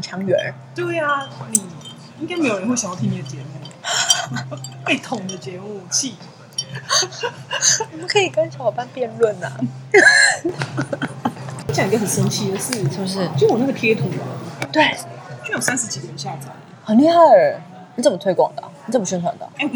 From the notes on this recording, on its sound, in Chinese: 誠如標題錄完才發現中間好多段都沒錄到。而且也是首次嘗試在咖啡廳錄音，音質整個有夠母湯‼。